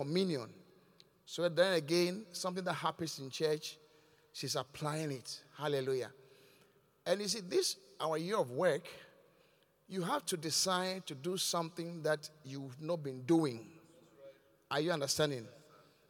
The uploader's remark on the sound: Preached at The Qodesh